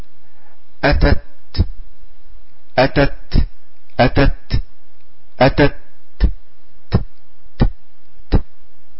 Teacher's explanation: أسمح لشيء من النفس يخرج من المحل الذي فيه مخرجها